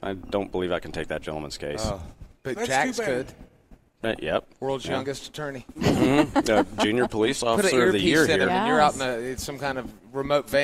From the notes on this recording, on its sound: WE ARE LIVE FROM BON SECOURS WELLNESS ARENA FOR THE LEO SANTA TOY DRIVE.